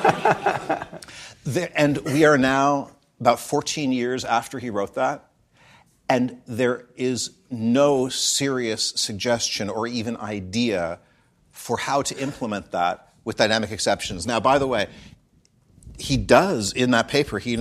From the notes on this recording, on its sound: In front of a live audience at CppCon itself.